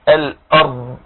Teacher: نحافظ على ترقيق الهمزة مع توسط حرف الراء حتى نأتي بنطق الضاد صحيحة · والاستطالة مهمة جدا اللي هو امتداد الصوت في حرف الضاد